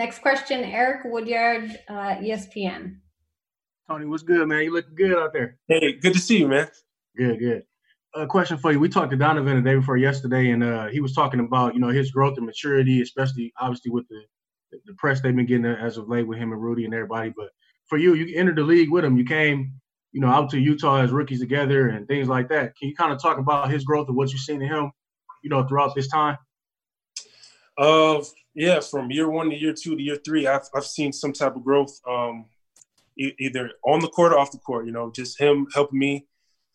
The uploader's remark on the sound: Zoom Media Conference